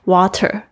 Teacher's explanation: 在英式发音的时候呢，这个 T 的声音会听起来比较脆，它会发 T 的声音